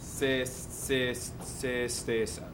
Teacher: Those are both closed vowels. Se and stessa.